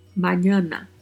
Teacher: pronuncia-se a primeira e a terceira letra A com o som mais aberto